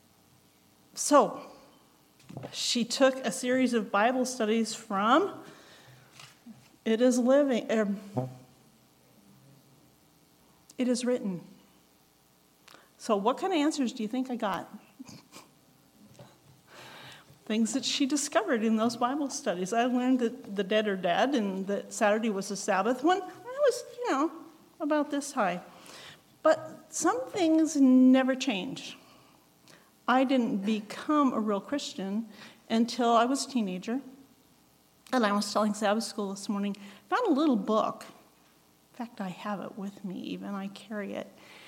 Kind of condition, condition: setting, large echoing room